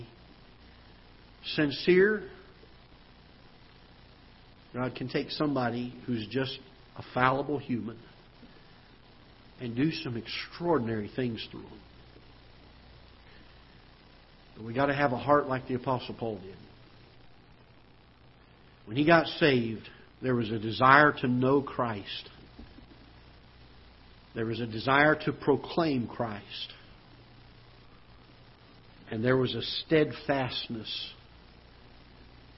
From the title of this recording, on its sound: Ketha Heights Baptist Church ~ Live Broadcast